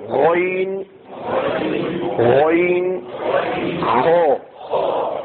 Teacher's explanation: غین اور خو، غین اور خو کا مخرج. ٹھیک، غین اور خو کا مخرج ادنائے حلق